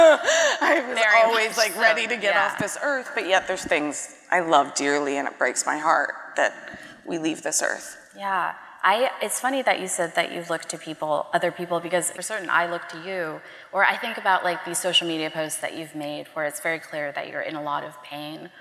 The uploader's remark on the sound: a conversation from the 2022 Portland Book Festival